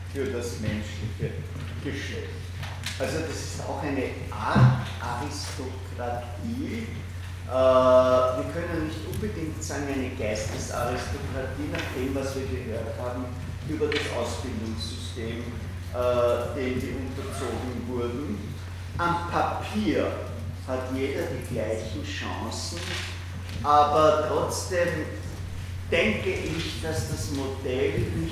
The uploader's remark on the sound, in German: Diese Vorlesung wurde von Studierenden aufgenommen